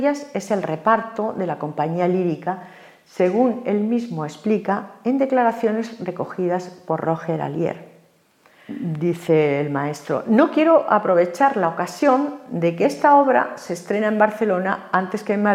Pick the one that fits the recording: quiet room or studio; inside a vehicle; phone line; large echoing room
large echoing room